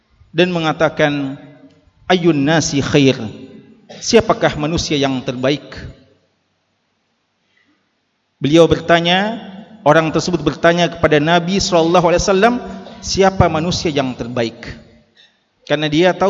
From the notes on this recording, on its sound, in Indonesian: LIVE Ceramah Jum'at. Ceramah Jum'at [LIVE].